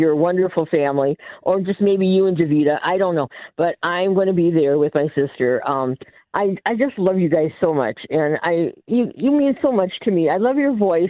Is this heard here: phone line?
yes